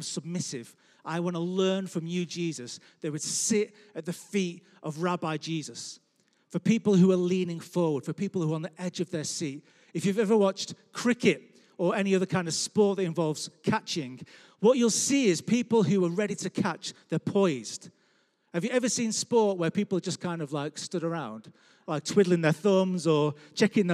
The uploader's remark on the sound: Record live at Life Church Lancashire Sunday 20th June 2021.